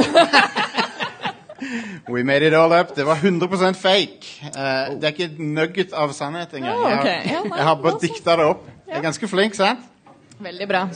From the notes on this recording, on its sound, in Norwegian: Live fra Tiltcast 2.0 (fikset lyd). Live-episoden.